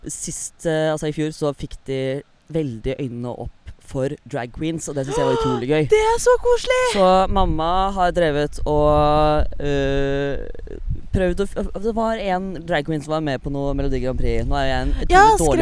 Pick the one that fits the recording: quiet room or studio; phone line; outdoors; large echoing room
outdoors